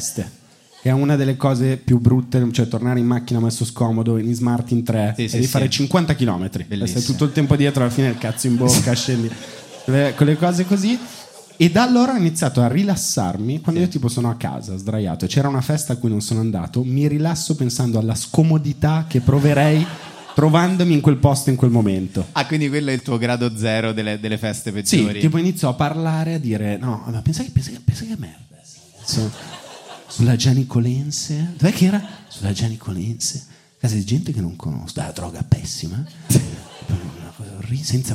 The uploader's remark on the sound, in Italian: Registrato live al Monk di Roma. Con molteplici aneddoti del pubblico.